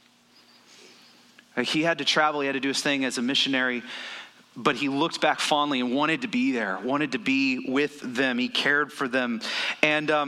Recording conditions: large echoing room